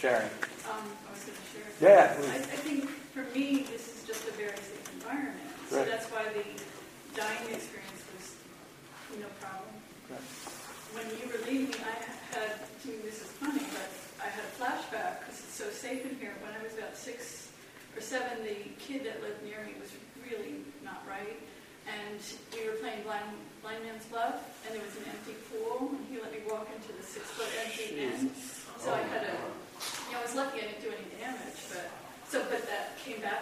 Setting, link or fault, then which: fault, poor sound quality